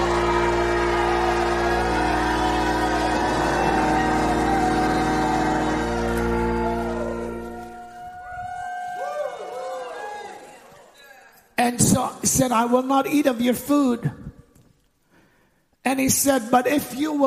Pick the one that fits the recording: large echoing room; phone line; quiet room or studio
large echoing room